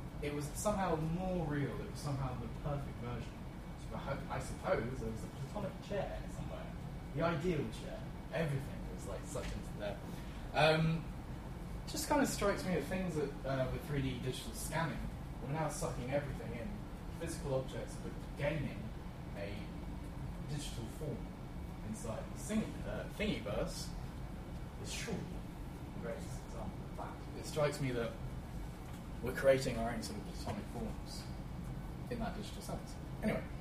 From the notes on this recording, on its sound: Friday lunchtime lectures at the Open Data Institute